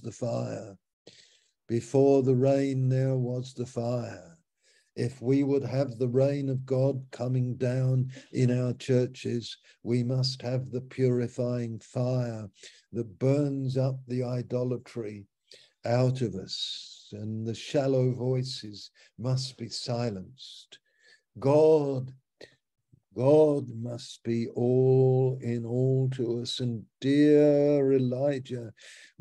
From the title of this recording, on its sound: Malaysia Meets (Zoom)